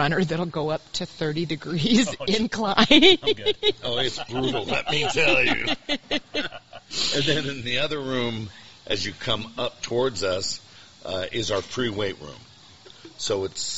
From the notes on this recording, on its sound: Tuesday live from Adaptive Performance Center